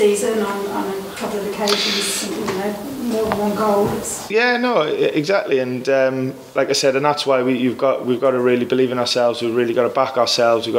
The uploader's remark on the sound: Pre Match Press Conference